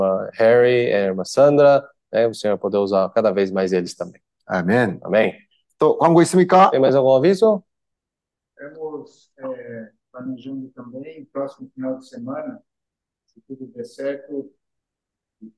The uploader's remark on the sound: Meeting zoom